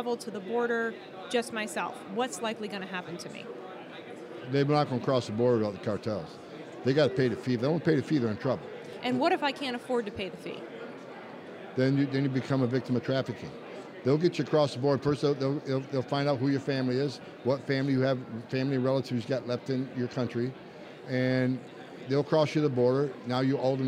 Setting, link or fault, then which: setting, busy venue